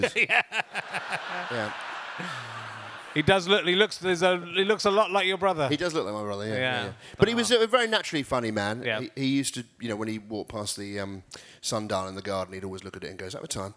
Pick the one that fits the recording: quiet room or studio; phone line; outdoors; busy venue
busy venue